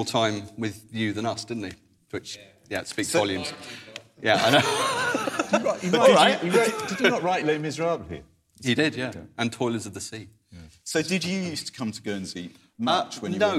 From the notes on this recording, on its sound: Special episode recorded live at the Guernsey Literary Festival.